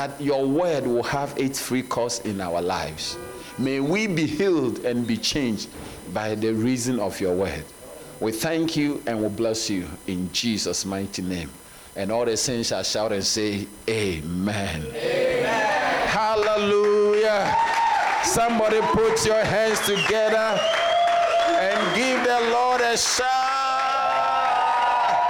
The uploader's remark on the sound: At Serious Christian Church in Bellville, South Africa.